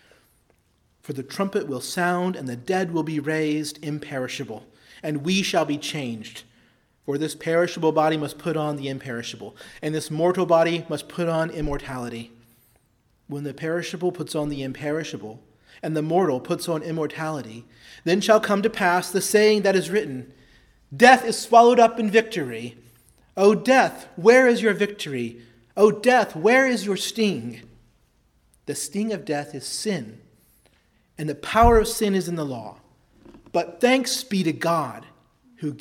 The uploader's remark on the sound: preached at Christ Our Savior Baptist Church on Sunday, June 6, 2023